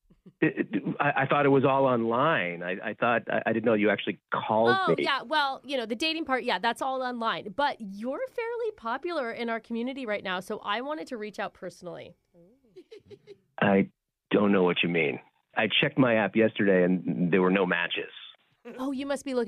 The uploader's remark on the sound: Phone Tap